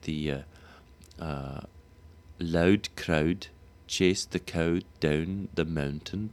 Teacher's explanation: Right, we're into the ow sound. Now, there are some people in an archaic speech that would use this oo sound, particularly before a voiceless consonant, just like in Canadian sounds.